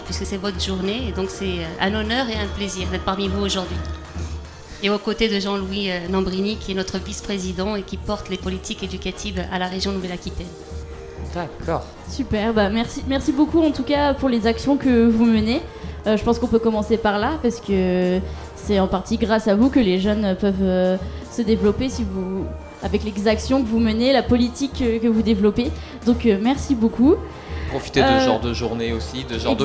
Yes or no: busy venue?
yes